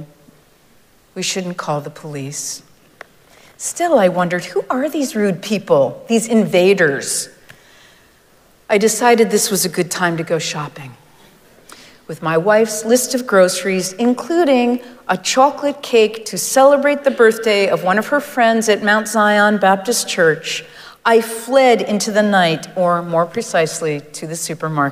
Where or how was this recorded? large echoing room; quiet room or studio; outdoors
large echoing room